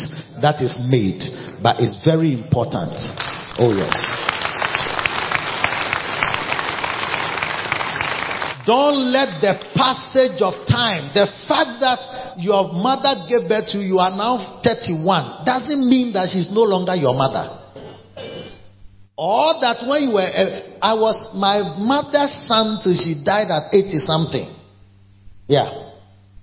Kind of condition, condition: setting, large echoing room